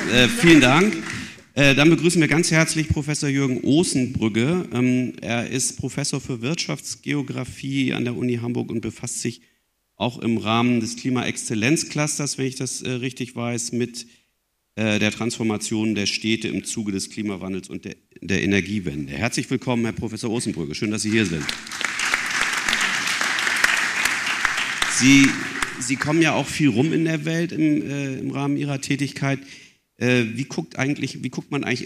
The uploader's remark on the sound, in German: Aufzeichnung Podiumsdiskussion am 18.09.2023. Diskutierte auf Einladung der Akademie der Wissenschaften in Hamburg ein Podium, besetzt mit Persönlichkeiten aus Wissenschaft, Zivilgesellschaft und Politik.